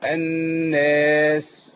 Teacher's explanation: أنا أسمع السين. السين بقى ساكنة هنا، يبقى فيها الهمس يبان